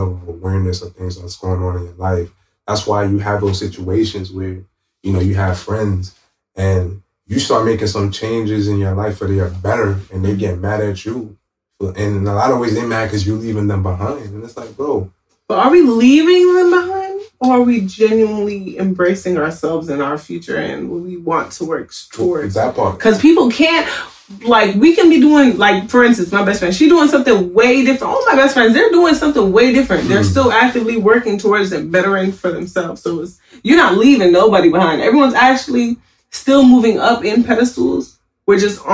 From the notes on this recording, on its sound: We ran into some technical difficulties recording this series of conversations